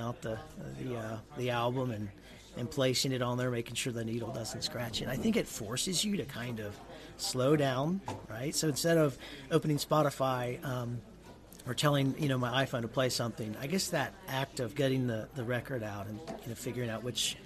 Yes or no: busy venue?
yes